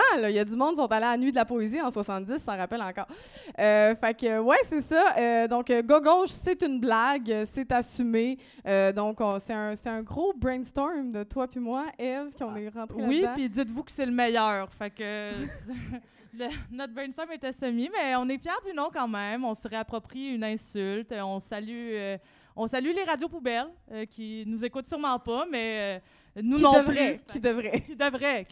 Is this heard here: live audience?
yes